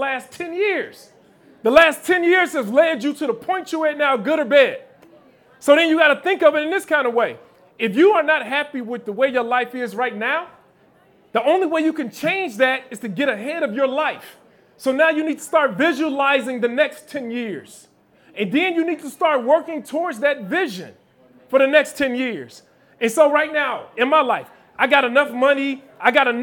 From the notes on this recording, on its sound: Live Podcast in Chicago.